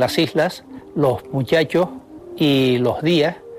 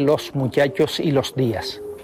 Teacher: aspiran los canarios la S que aparece a final de sílaba · Shown in: first take · Así se dicen las islas, los muchachos y los días, en lugar de los muchachos y los días. · Term: la aspiración